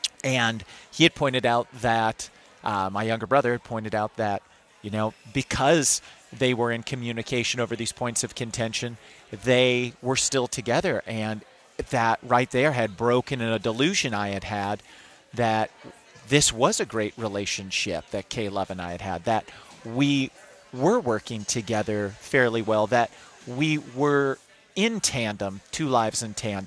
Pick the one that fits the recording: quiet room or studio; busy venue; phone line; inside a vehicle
busy venue